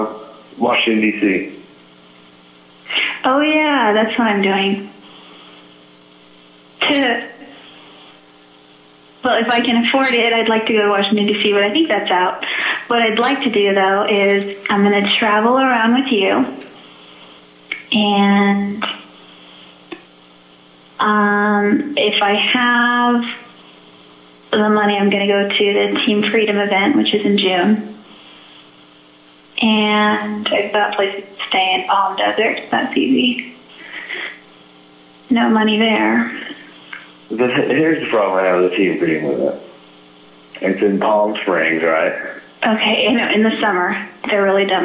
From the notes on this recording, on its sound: This episode features a phone call